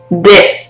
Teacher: En el fonema suave D, la punta de la lengua solo toca una vez el paladar